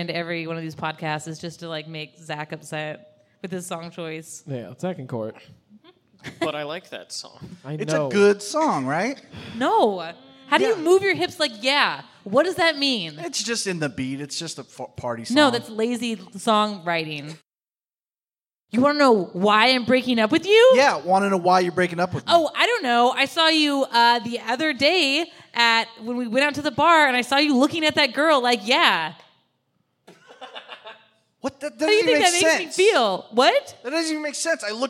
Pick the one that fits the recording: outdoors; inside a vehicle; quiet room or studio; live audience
live audience